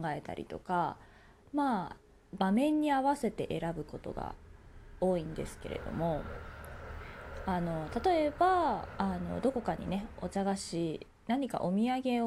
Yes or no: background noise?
yes